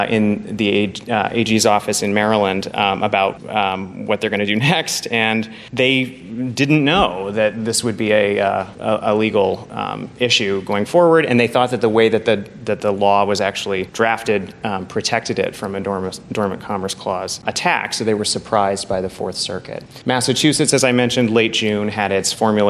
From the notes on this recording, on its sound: These four episodes were recorded at the 2018 SEALS conference. Four of us got together as a panel. This was a panel, not a typical studio recording.